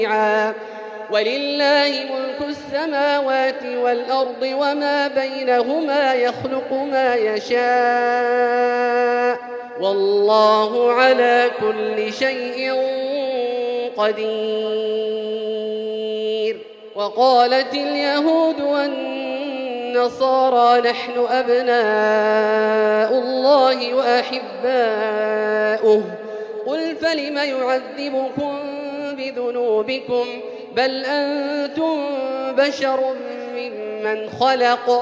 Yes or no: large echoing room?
yes